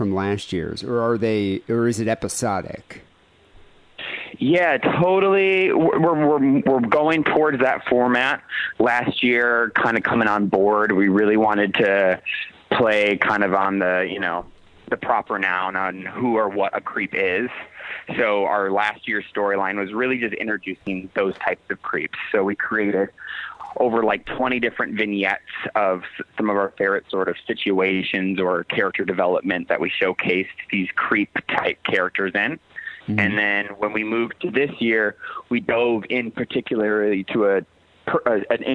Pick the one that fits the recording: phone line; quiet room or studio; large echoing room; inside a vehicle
phone line